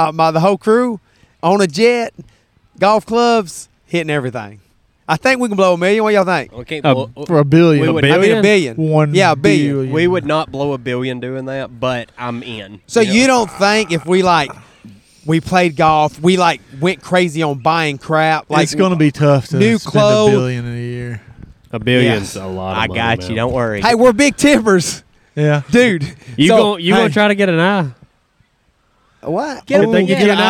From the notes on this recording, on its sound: Beach Podcast! We recorded an episode on the beach and it’s a great one.